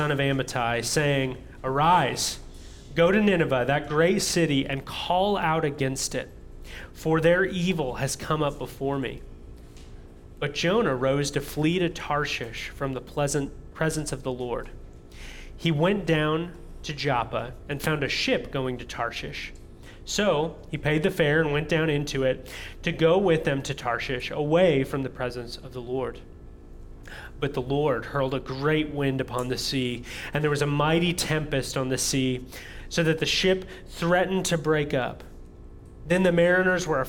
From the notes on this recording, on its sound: audio from New City Church in Champaign-Urbana, IL